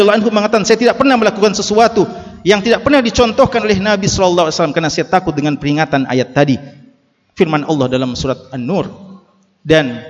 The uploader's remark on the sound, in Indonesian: LIVE Ceramah Jum'at. Ceramah Jum'at [LIVE].